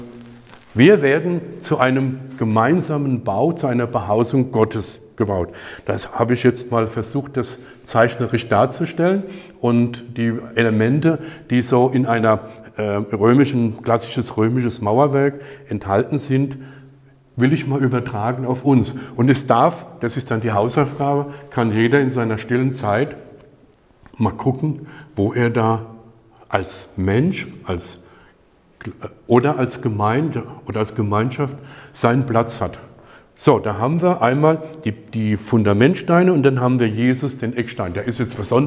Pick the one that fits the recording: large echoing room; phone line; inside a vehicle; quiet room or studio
large echoing room